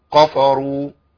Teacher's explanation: في ناس بتضخم قوي وتتخن الكاف والفاء، كفروا، ده خطأ وده خطأ، الصح إيه؟